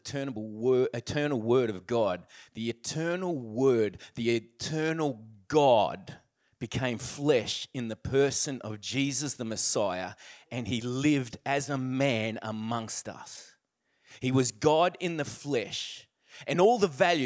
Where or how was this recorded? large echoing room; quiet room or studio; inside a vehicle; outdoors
large echoing room